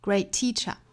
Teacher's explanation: great 尾部的 t 的发音也是省略掉了，因为后面也是相同辅音打首的嘛